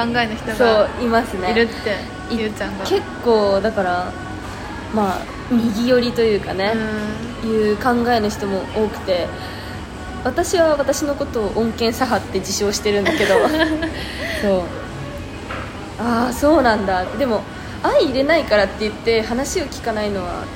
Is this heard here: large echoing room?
no